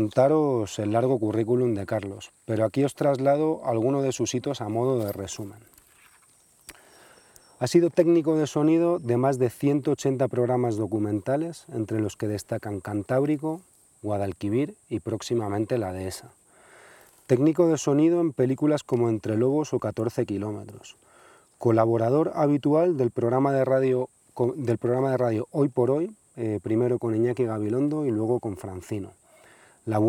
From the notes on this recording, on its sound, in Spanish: Lo grabamos en un bosque de la Sierra de Guadarrama una tarde de verano.